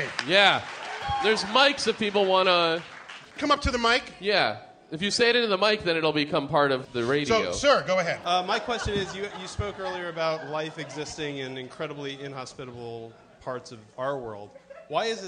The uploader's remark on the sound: our live show at the Bell House in Brooklyn